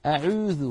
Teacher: هنا يخلطون صوت الواوي بصوت الياء، العيب أتى من هذا الخلط.